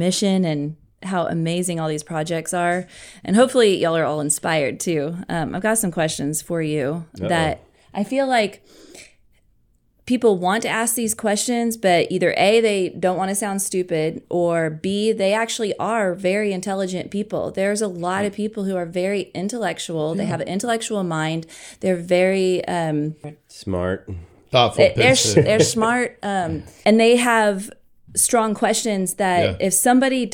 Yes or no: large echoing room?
no